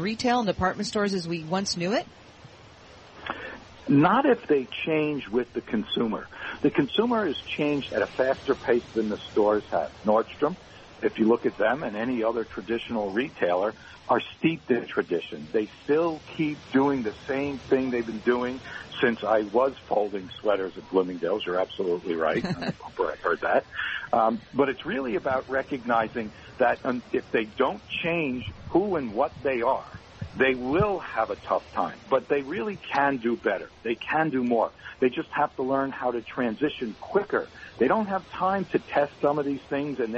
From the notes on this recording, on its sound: Broadcasting live from Elbow Beach Bermuda.